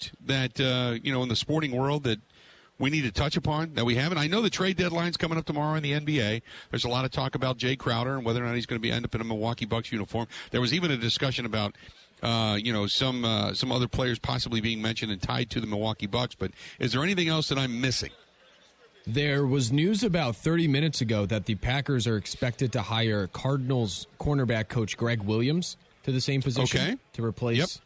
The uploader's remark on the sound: Live From Super Bowl Radio Row